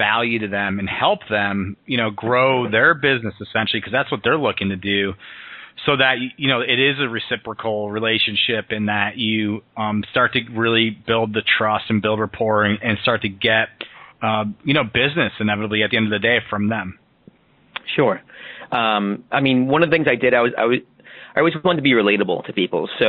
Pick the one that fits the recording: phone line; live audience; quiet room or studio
phone line